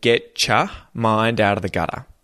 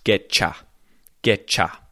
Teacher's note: Often, when you hear words that end with a T sound, like get, and then are followed by words like you or your, so they have the y sound. When we have the t joined with that y sound, it combines into a ch.